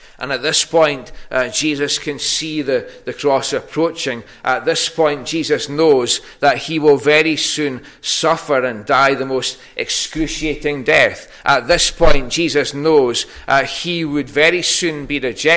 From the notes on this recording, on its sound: recorded at North Harris Free Church on Sunday morning 16th January 2022